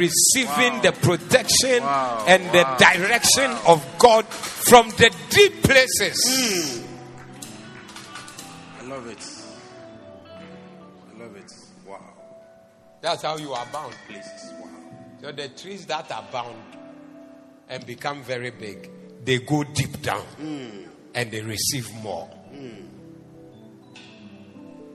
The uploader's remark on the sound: Preached at the Zeloo Service